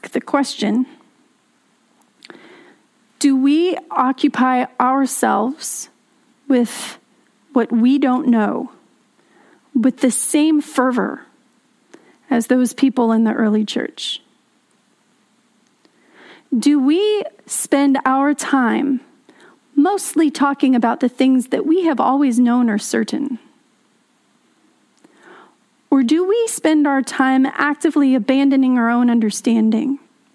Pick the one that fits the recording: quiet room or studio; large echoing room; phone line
large echoing room